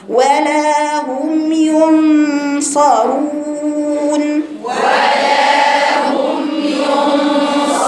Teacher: فيش سبب للنبر على الميم، الميم ساكنة رجعي فيها شفايفك، لأن هنا الميم الساكنة تقع بين هاء مضمومة وياء مضمومة.